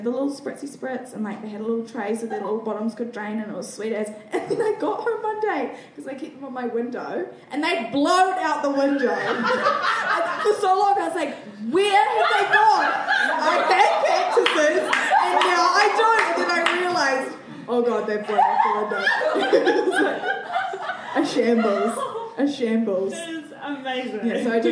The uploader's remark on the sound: Recorded live at The Basement Theatre.